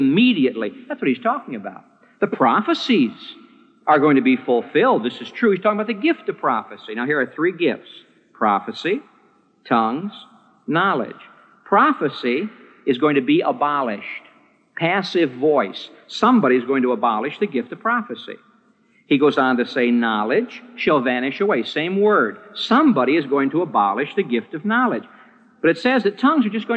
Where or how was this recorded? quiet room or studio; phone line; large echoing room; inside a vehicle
large echoing room